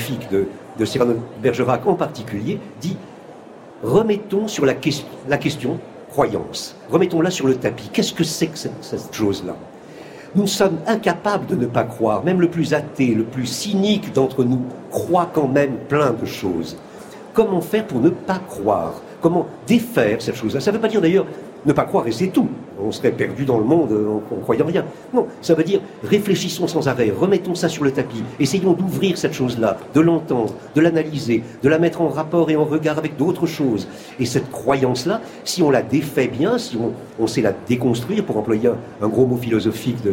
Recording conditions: busy venue